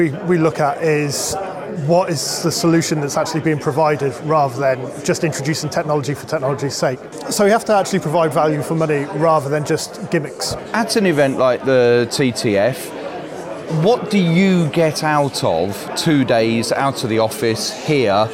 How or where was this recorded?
busy venue